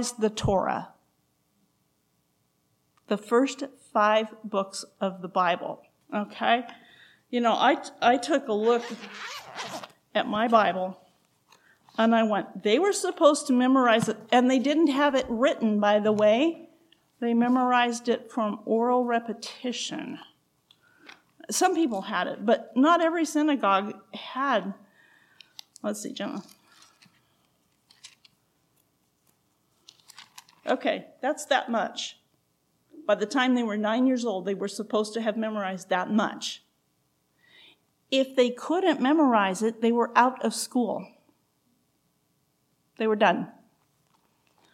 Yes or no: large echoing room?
yes